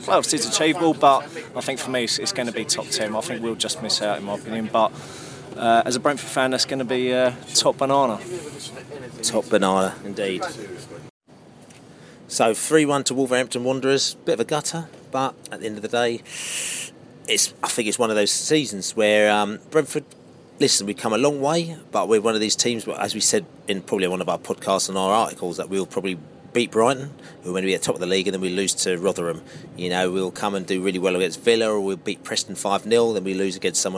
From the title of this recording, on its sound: post-match poscast from the pub